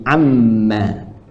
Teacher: Maka berubahlah katanya dari an dengan ma menjadi amma.